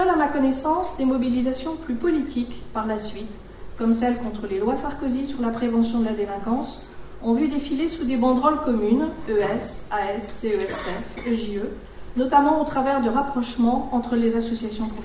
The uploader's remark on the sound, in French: Lors du colloque organisé le 29 janvier 2016 aux Archives nationales